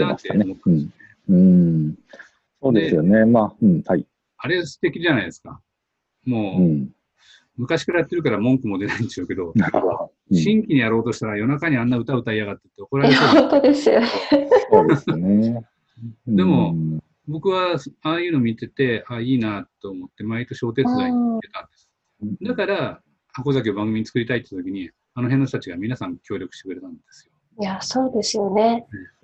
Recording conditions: video call